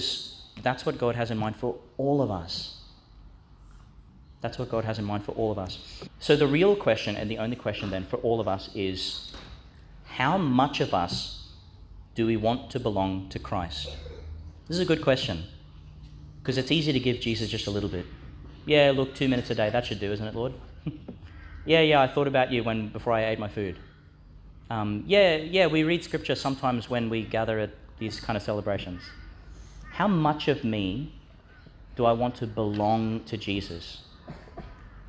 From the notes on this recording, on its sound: delivered in St John's Catholic Primary School, Gladstone